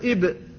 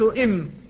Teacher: إذا قلت إب ألم يبقى الفم مفتوحا؟ لكن إذا قلت إم ألم تنضم الشفتان؟ فالمخرج واحد لكن أثره أثر الحرف يختلف فيه.